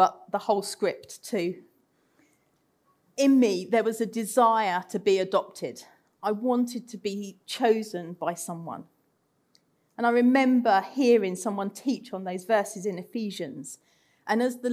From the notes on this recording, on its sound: Recorded Live at Central Vineyard, Sheep Street on 31st October 2021